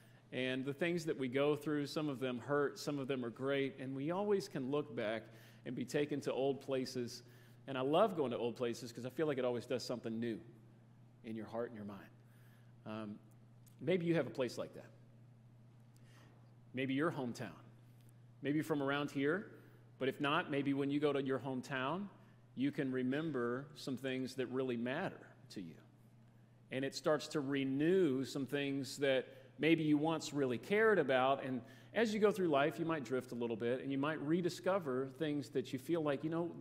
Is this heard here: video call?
no